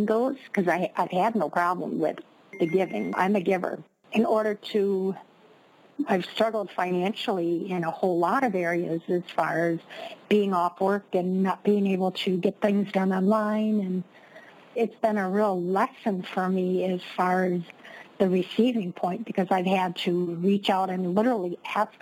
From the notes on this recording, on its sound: Conference-call based classes. We record (then broadcast) our classes.